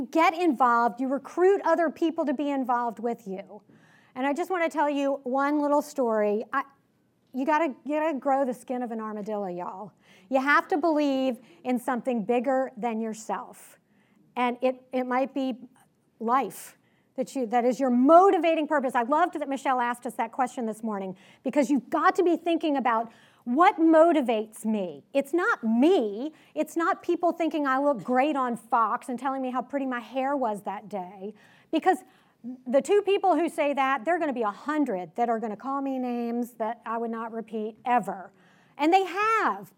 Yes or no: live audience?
yes